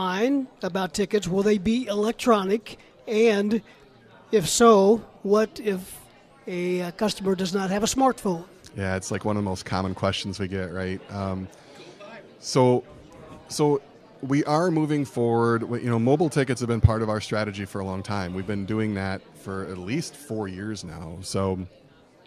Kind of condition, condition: setting, busy venue